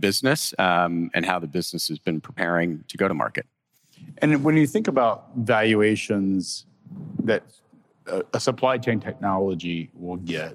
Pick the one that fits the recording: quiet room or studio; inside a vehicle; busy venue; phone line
busy venue